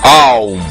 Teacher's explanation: Или поток гласных звуков, переходящих один в другой. М в конце. конце – это не буква «М», а прекращение звучания гласных, когда человек смыкает губы после произнесения звука «У»